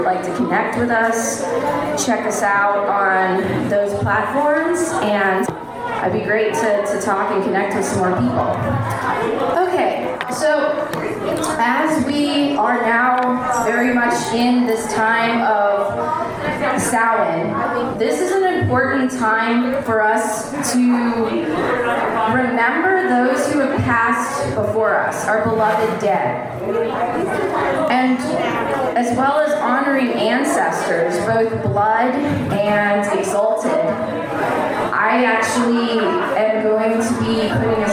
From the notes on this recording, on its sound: a recording from the Witches Faire and Gathering on Oct 30, 2021